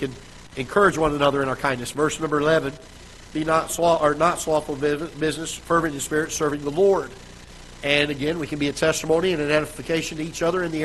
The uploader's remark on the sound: Ketha Heights Baptist Church ~ Live Broadcast